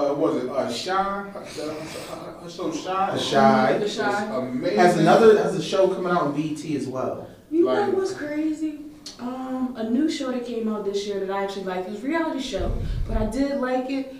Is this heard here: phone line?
no